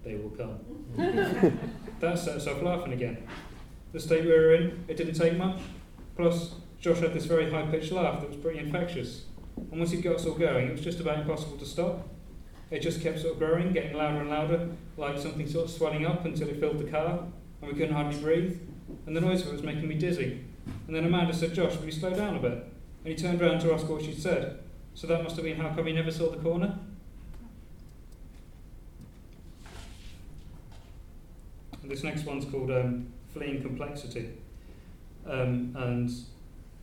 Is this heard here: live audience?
yes